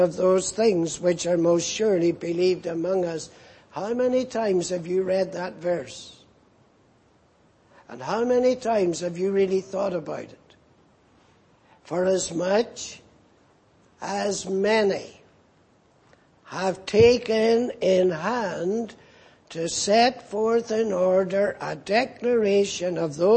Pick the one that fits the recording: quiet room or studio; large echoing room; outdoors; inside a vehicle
large echoing room